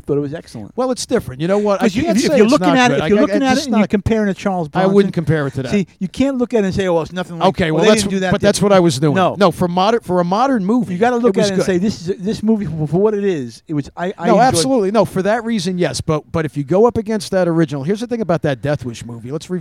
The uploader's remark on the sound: Live from Englewood Beach Florida! Make there way to Englewood Beach and do the the podcast from a gazebo.